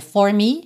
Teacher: No inglês falado, geralmente a gente diria for me, esse for com R enrolado